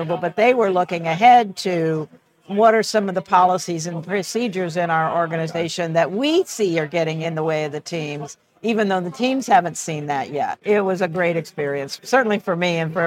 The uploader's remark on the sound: sat down at the Agile Australia Conference